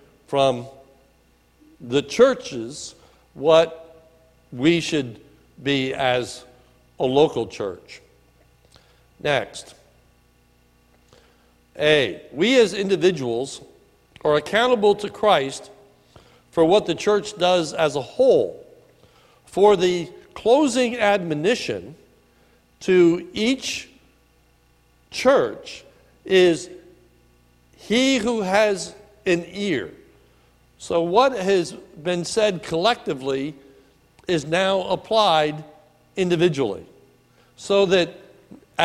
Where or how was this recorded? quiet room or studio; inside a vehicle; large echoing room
large echoing room